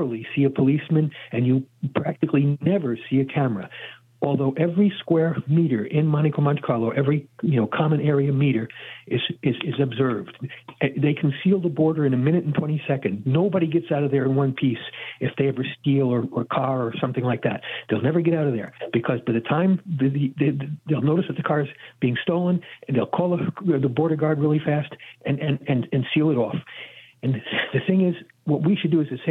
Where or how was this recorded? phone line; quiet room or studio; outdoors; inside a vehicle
phone line